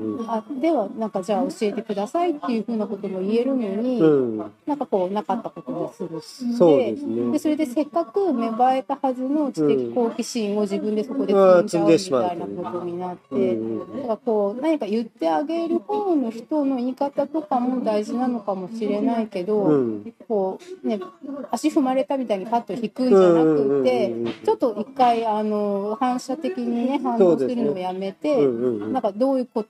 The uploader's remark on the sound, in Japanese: 外食店内の収録なので環境音が入ってお聴きづらいと思いますが。